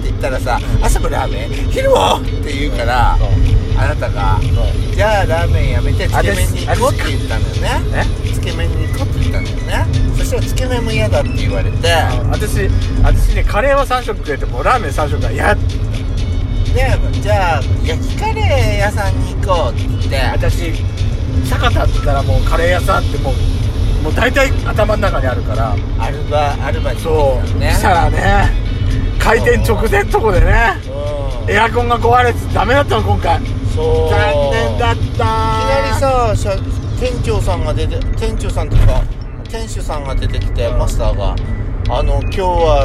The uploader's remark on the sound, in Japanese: ドスドライブ収録。ロードノイズゴメンね。山形庄内。